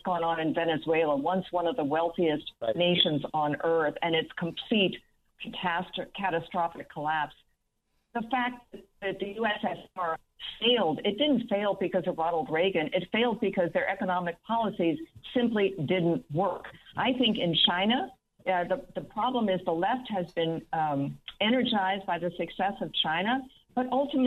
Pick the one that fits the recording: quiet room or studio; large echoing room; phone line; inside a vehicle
phone line